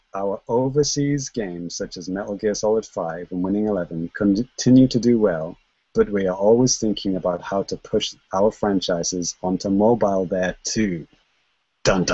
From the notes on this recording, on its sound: Recorded LIVE via Google Hangouts on Air.